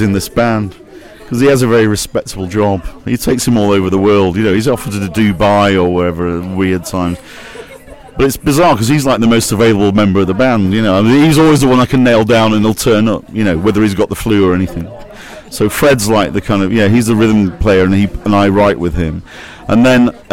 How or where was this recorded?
busy venue